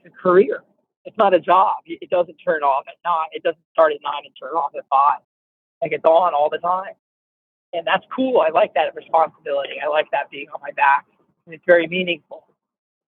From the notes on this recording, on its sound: In a phone interview